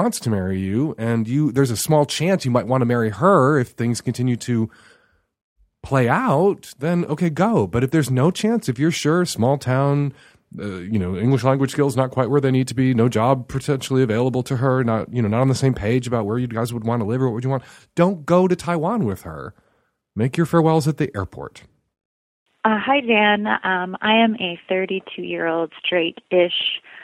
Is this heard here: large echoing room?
no